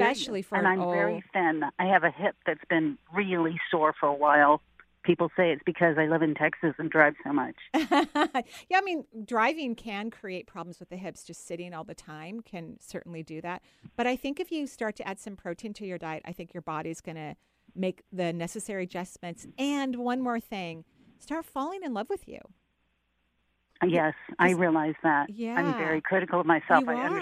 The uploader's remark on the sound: Today is a call-in show!